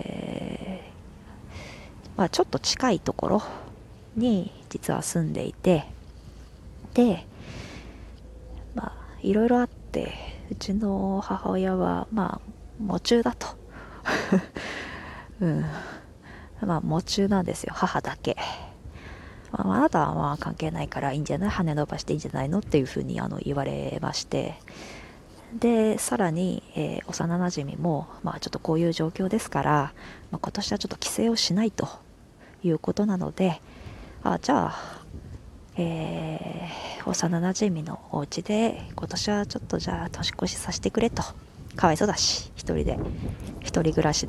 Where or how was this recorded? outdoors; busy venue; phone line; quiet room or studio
outdoors